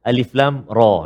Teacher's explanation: alif lam ra dia tak ada dengung · Term: mukhaffaf